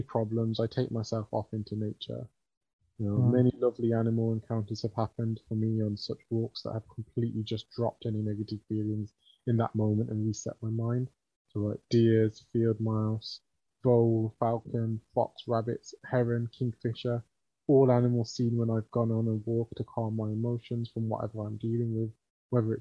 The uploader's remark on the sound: This was recorded via Zoom and you may notice some varying quality in the episode. Talking seems to speed up.